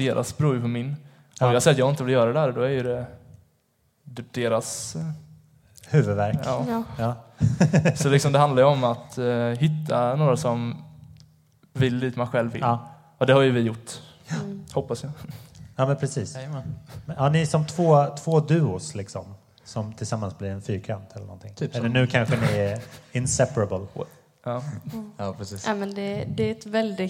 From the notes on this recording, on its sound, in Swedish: 36 Livepodd-special! På Rookie-festivalen i Rock City, Hultsfred. Podden spelas in inför livepublik och har lite svajigare ljud än vanligt, men det är inte värre än att man tolererar det.